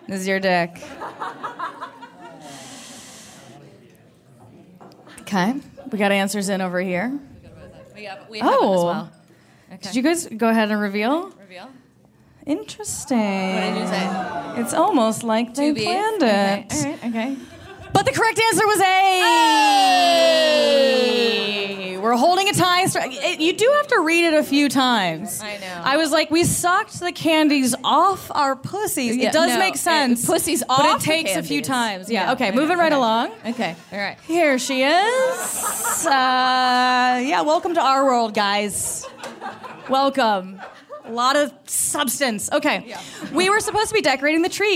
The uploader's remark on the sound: Performed a live show at Caveat in New York City.